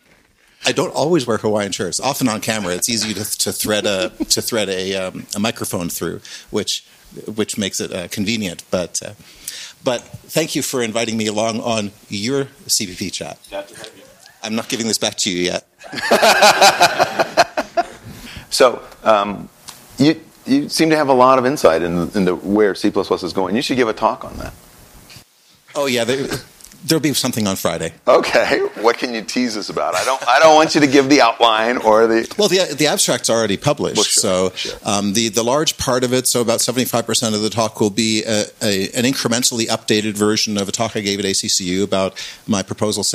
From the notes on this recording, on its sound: The first of our two, live, CppCon 2019 episodes